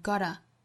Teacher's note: 很多英国人其实也会把这个 t 的发音弹出来，读成 gotta